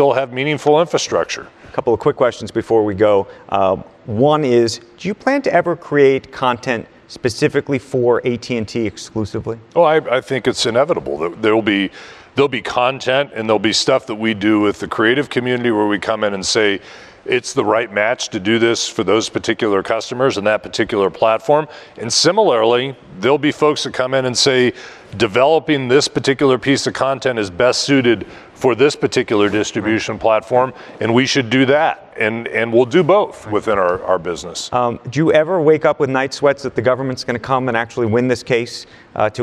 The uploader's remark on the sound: taped during the Vanity Fair New Establishment Summit